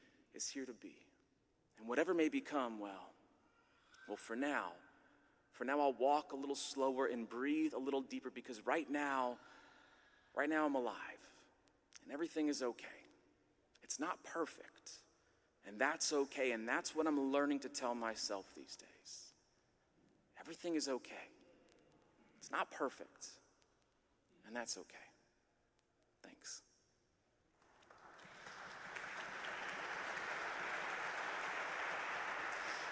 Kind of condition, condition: setting, live audience